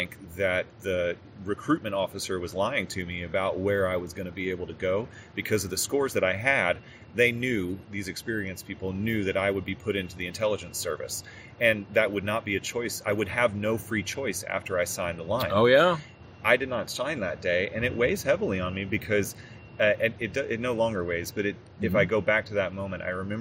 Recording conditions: sounds in the background